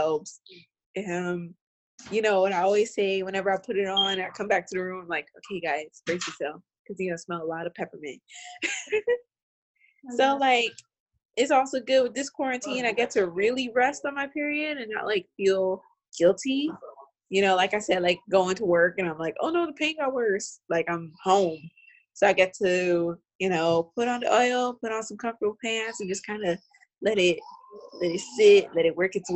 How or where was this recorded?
video call